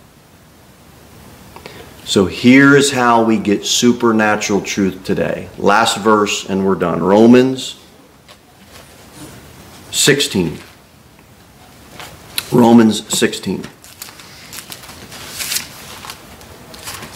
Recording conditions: large echoing room